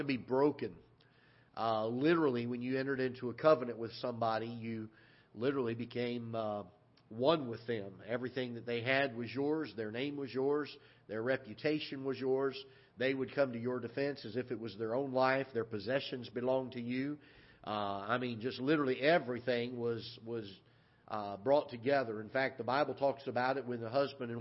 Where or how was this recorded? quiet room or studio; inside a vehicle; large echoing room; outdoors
large echoing room